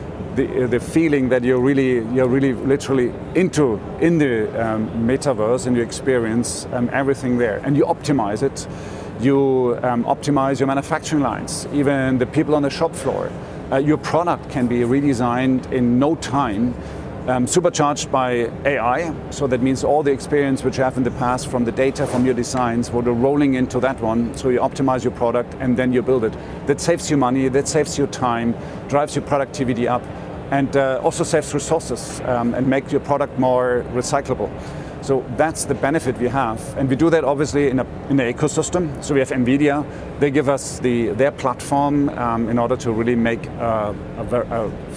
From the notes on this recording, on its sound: Live from CES! The Consumer Electronics Show in Las Vegas is underway.